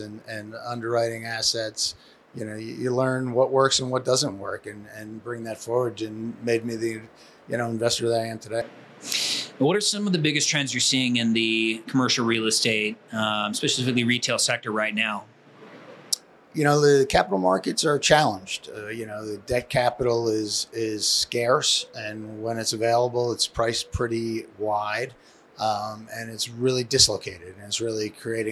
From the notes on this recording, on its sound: Live from ICSC ReCon 2023. The Crexi team visited ICSC ReCon LIVE in Las Vegas from the floor of the convention center at the NNN Pro Group’s booth.